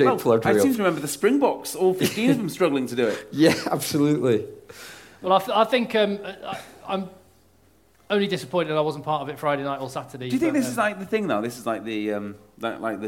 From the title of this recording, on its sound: Live from North Dorset 7's